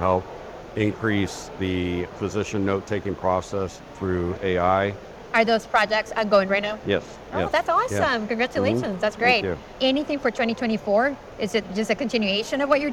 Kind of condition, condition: setting, busy venue